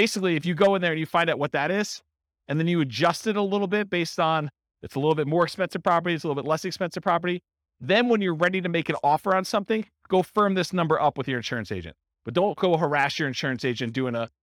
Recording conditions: live audience